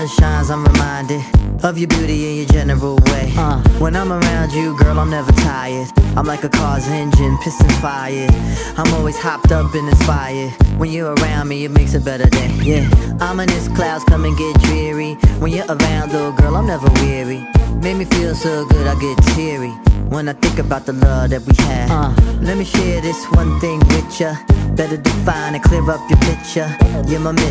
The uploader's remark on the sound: One and Only Afterwork in Cork City - Ireland Raw Live Set played on November 27th at Edison.